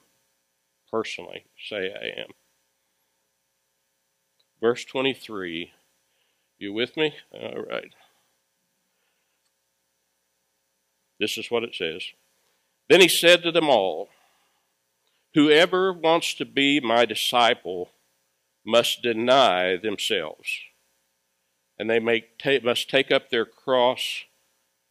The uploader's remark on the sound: Recorded live at Freedom Fellowship Church in Tontitown, Arkansas on Sunday, May 2, 2021.